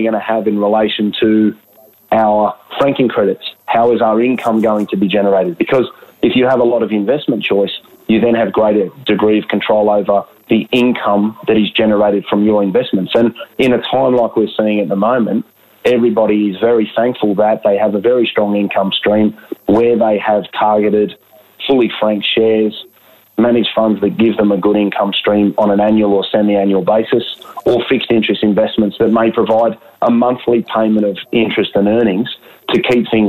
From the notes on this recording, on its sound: Via telephone given the ongoing social distancing requirements that have come into play.